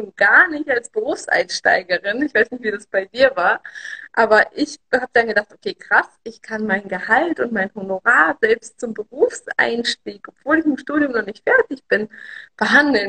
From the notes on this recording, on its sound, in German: Aufzeichnung des Instagram-Live